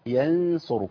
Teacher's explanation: بعض الناس رقق الغنه وهي مفخمه